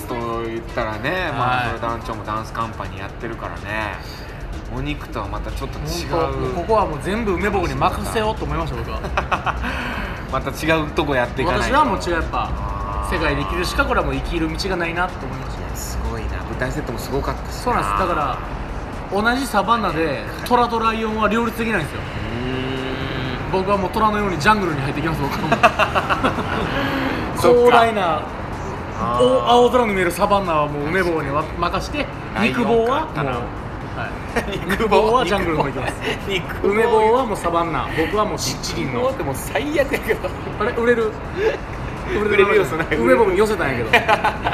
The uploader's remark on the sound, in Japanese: 野外で収録